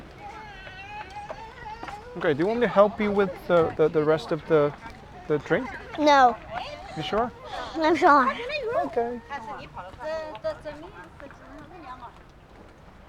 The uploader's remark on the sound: Walk and Talk